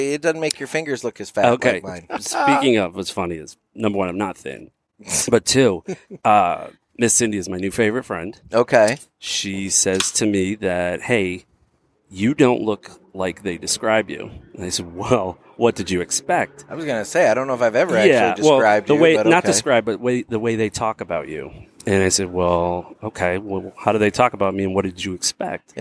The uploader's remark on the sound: Live from the 3rd Annual Rivermen Cigar Festival